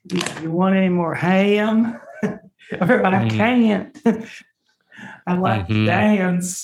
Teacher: words like ham or can't or dance can be, the vowels can be triphthongal